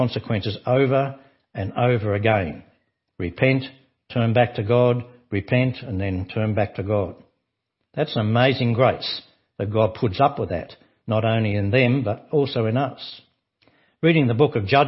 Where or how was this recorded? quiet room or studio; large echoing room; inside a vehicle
large echoing room